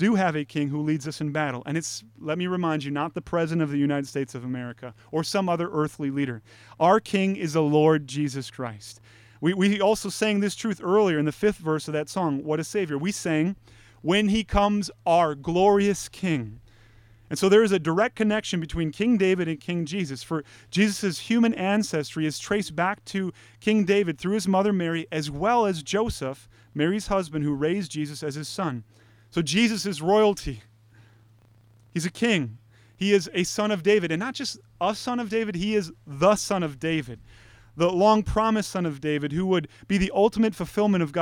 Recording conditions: large echoing room